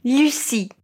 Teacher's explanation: Boca de U e língua de I. · Term: som de U